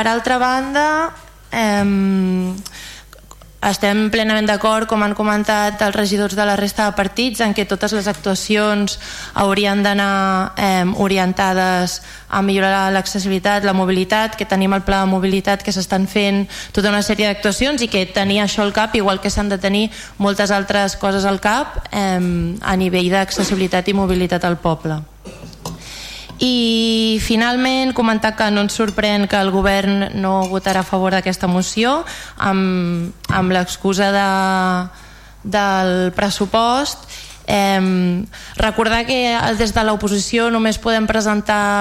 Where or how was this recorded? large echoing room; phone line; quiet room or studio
large echoing room